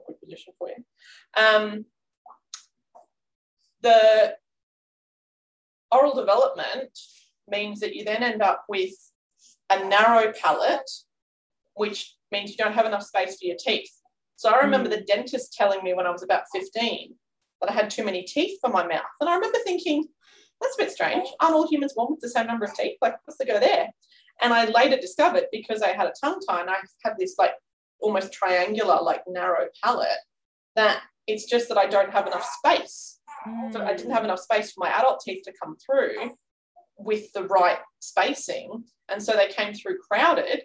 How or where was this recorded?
video call